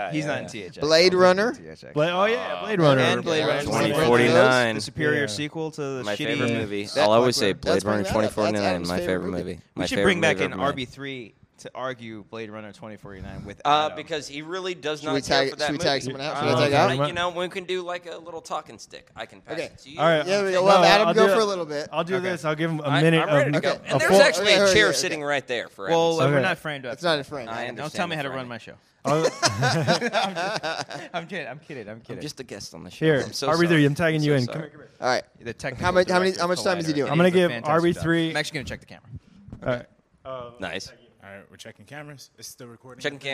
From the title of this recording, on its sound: We Got Drunk at Comic-Con 2018 & Started Recording